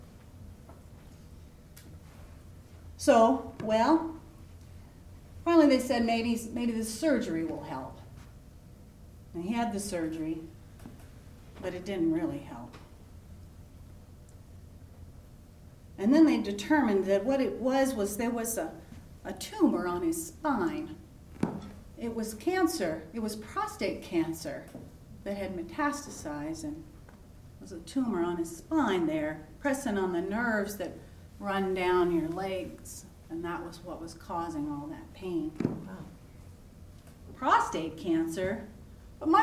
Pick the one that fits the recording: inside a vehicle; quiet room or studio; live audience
live audience